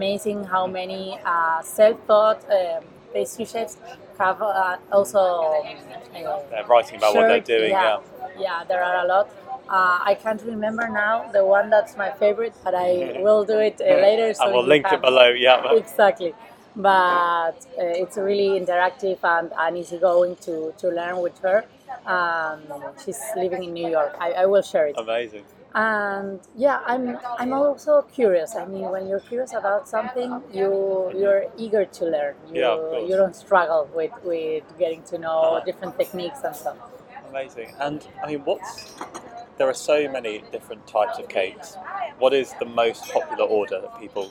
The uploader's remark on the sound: Omama's Pasteleria, Barcelona. Apologies in advance for the background noise and the wind - my microphone is still on the way and we were talking outside on a busy Saturday morning!